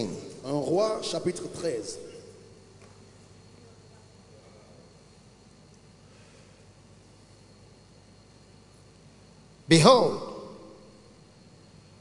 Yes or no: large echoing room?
yes